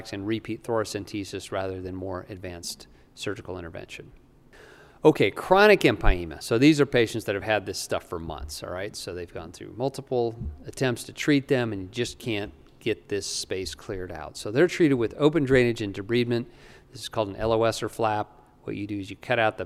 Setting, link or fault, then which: setting, live audience